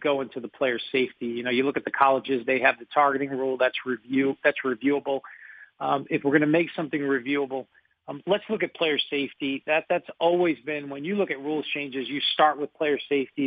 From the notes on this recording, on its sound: called in to the Ben and Skin show